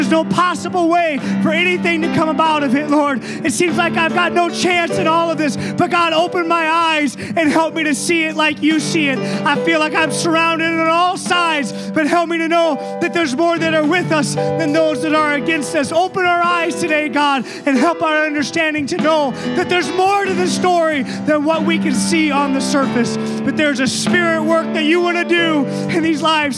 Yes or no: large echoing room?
yes